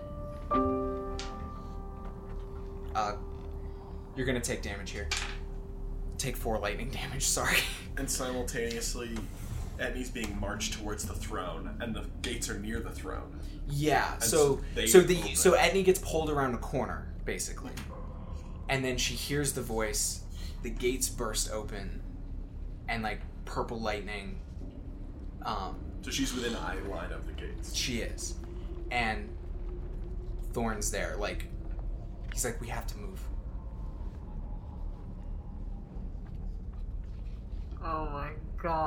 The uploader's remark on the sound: This is an episode of a series from our previous project, the Level 1 Podcast, re-released here on the Diceology feed. The audio quality is a little lower.